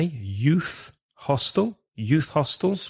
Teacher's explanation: Stress the first word, youth, youth hostel.